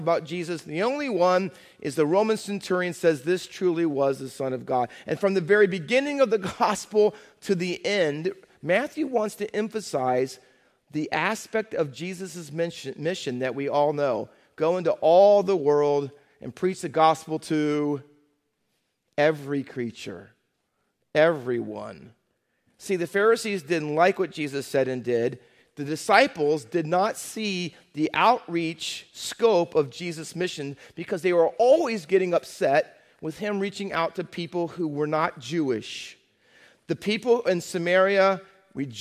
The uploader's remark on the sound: Faith Baptist Church in Hamilton, NJ.